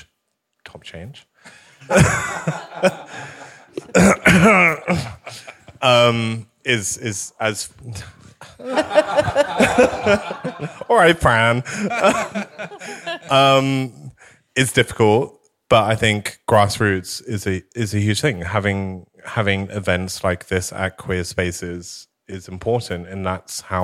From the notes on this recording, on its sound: Live and Unscripted. The podcast has been recorded over 8 weeks, in front of a live audience at Arcobaleno, an inclusive Queer space, in the heart of Kemptown Brighton. The shows feature a panel of guests. An audience Q&A too.